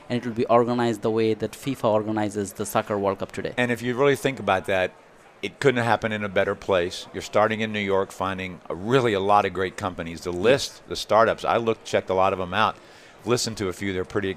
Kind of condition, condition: setting, busy venue